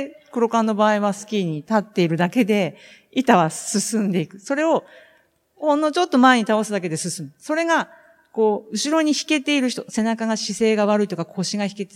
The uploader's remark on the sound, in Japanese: 北海道「丘のまち びえい宮様国際スキーマラソン」大会終了後公開収録にて対談をさせていただきました。